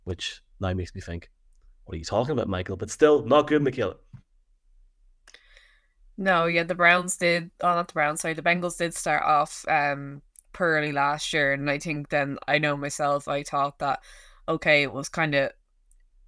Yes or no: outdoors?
no